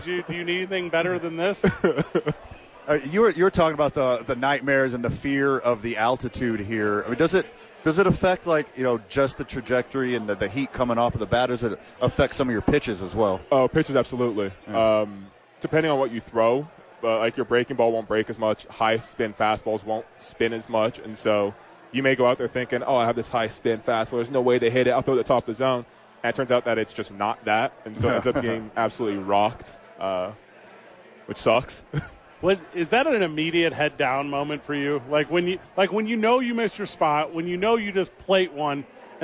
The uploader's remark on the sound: live from Isotopes Park